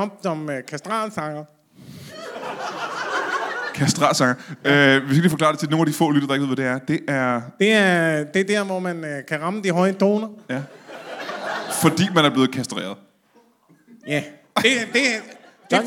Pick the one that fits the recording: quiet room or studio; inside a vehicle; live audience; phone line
live audience